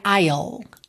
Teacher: Na realidade, se você pesquisar nos dicionários que tem ali o íconezinho do alto-falante para você verificar a pronúncia, você vai ver que, oficialmente, você diria I'll, tá? Ou seja, você diria o pronome I completinho e depois colocaria o L